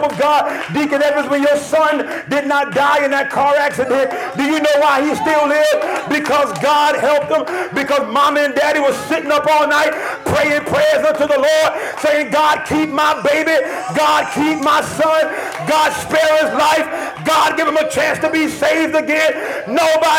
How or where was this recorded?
large echoing room